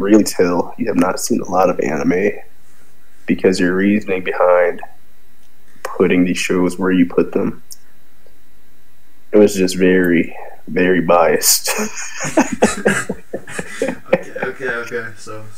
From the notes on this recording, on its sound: This podcast was recorded over a year ago. Sorry about the audio issues on this one.